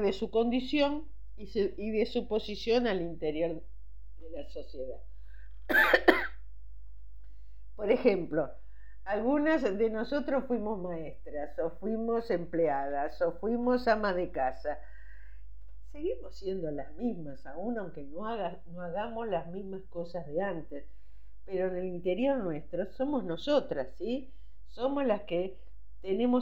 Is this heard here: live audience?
no